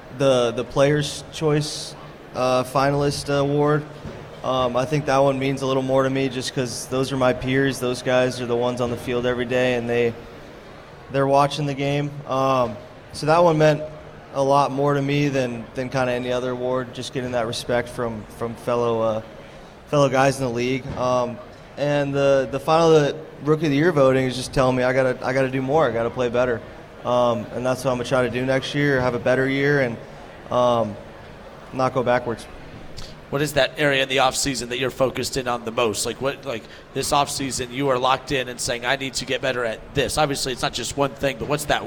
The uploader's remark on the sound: 1410 WING AM ESPN Radio in Dayton. LIVE from Redsfest.